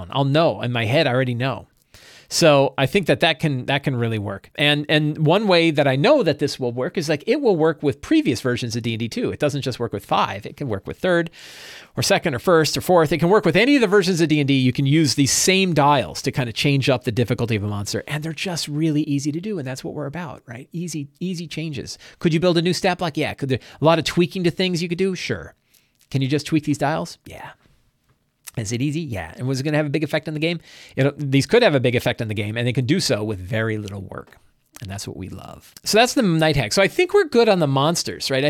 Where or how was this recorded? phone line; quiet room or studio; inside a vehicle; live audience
quiet room or studio